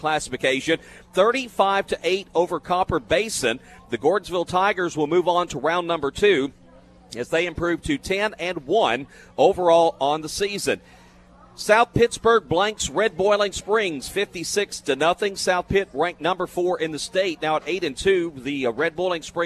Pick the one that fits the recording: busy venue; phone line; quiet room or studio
busy venue